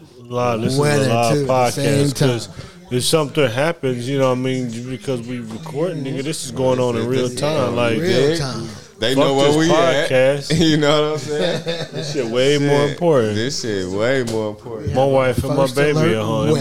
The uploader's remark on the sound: Live from The Playas Club